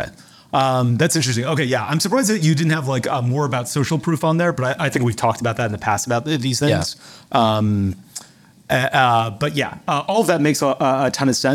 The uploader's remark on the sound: Live from Marketingland. In this special live episode from Marketingland 2023. A live audience Q&A session.